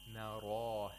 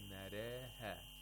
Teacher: Usually, whenever there is a ra followed by a ya, which doesn't have dots, and an alif ul met above that ya without dots, you have to pronounce the ra with tarqiq · Shown in: second take · The reason for this is that in Warsh, it's said that it is difficult to say naraha.